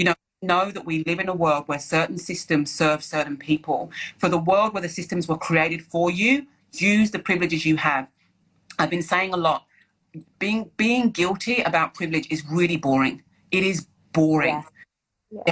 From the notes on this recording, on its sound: Today’s episode is from a live conversation I held on Instagram for International Women’s Day